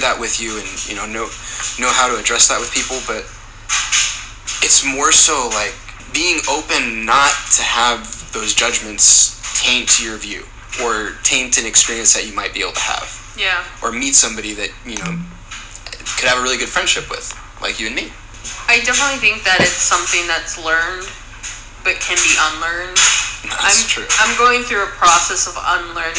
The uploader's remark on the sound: I do apologize for the background noise.